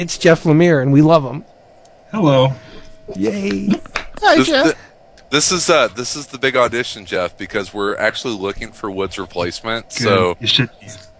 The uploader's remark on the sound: LIVE from the ANT Farm